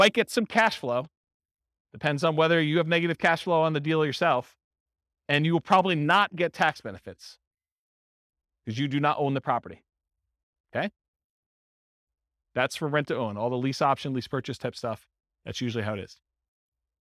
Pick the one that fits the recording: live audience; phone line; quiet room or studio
live audience